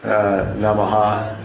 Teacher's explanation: So that means what you see here, like nama, because we're gonna have a break, we'll have to put the little hiccup at the end, the namaha, the visarga at the end